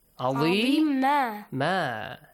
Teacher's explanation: Tanween fatha will be changed to alif mad.